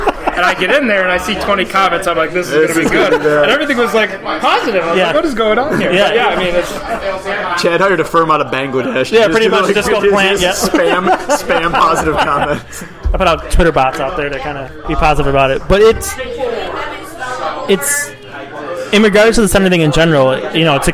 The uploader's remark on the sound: live from Iron Buffalo